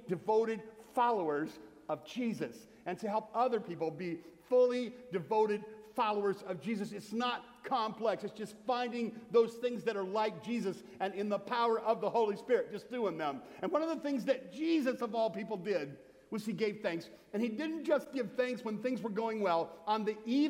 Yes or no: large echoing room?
yes